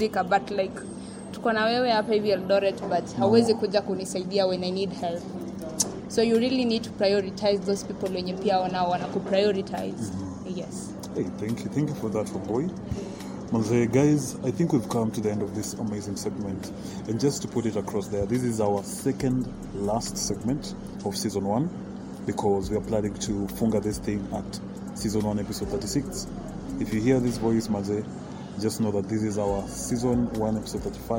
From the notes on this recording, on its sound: we sat down at the mall and decided to record this amazing 35th EP